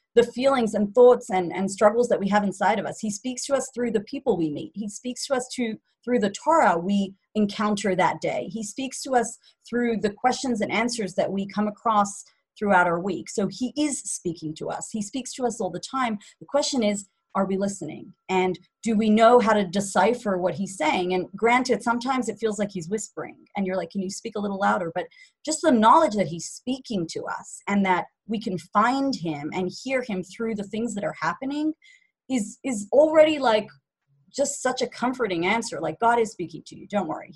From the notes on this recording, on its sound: Zoom Class